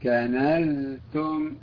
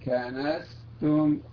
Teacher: المخرج متحد والزاي مجهورة والسين مهموسة